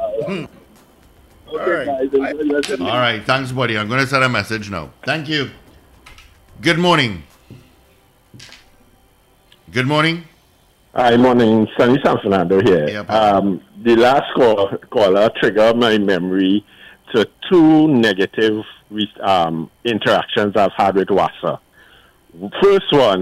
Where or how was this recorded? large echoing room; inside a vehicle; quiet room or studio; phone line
phone line